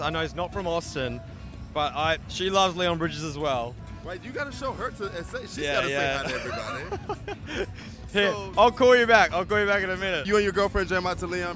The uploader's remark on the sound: Billboard News is live from SXSW 2022 in Austin, Texas!